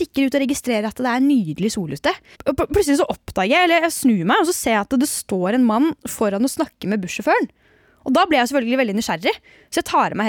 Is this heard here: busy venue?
no